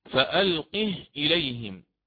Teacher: يعني يسكن هاء الكناية